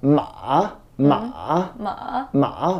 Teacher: You're going down a bit and going up. · Term: The check mark